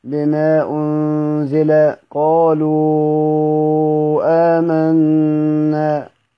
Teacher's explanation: يعني مدينا حرف المد بسبب حرف الهمزة الذي أتى بعد